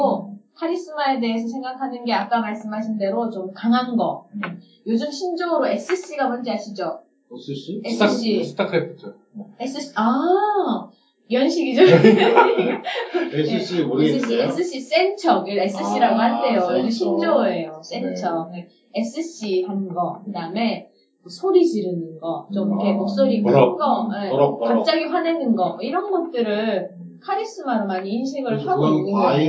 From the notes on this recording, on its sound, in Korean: (1회부터 3회까지 음질이 고르지 못해 양해부탁드립니다.)